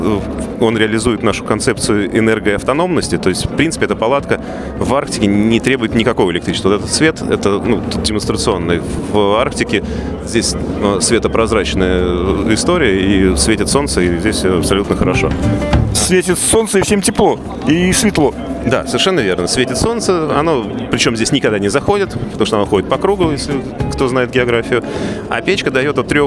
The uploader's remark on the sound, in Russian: Записано в мобильной студии радиостанции с 2 по 4 декабря в Экспоцентре на Красной Пресне (Москва).